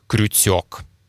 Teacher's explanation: Также на севере смягчают некоторые согласные звуки. Звук «ч» иногда произносится как мягкий «ц».